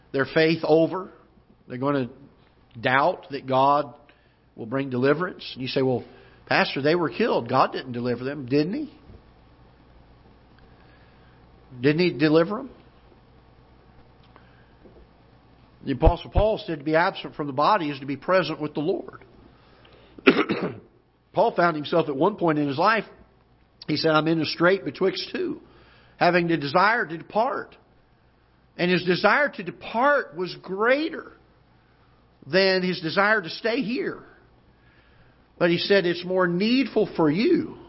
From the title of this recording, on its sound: Ketha Heights Baptist Church ~ Live Broadcast